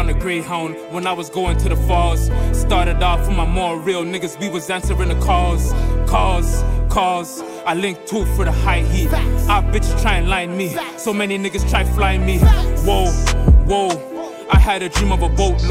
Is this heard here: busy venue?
yes